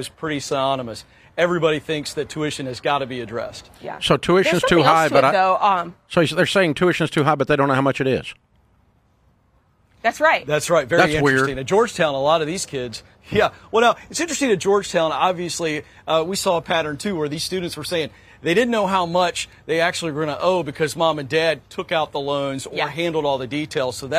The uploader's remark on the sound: Live from Capitol Hill